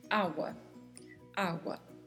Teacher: pronunciar a letra G quase como se fosse dizer a palavra sem o som desta letra